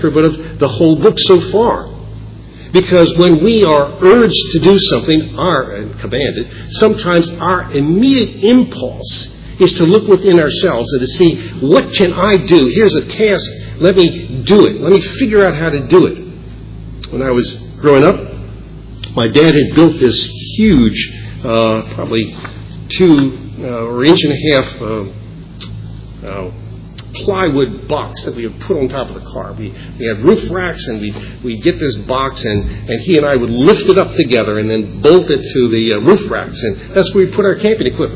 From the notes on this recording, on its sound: Originally preached at Bethel Reformed Presbyterian in Fredericksburg Va.